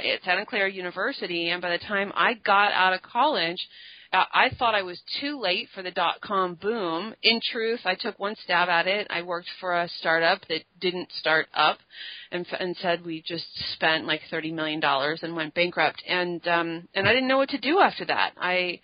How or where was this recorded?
phone line